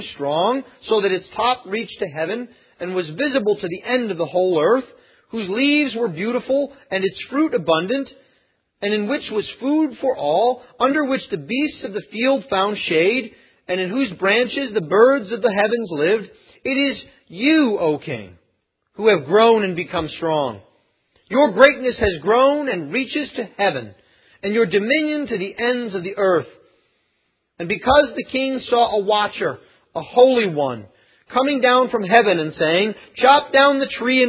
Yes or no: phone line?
no